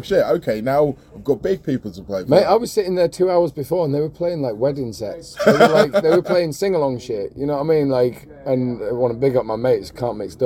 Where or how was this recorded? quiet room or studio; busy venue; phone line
busy venue